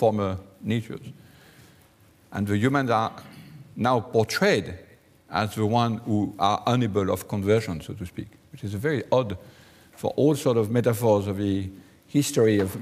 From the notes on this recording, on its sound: Delivers the Gifford Lecture series. Recorded on Thursday 28 February 2013 at St Cecilia's Hall, the University of Edinburgh.